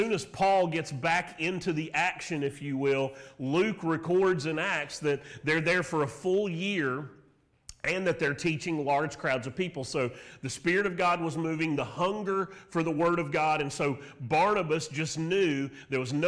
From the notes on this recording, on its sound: Sermon Audio from Mission Church in Locust, NC.